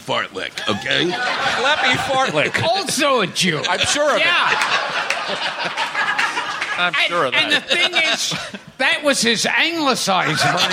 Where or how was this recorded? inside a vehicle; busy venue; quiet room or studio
busy venue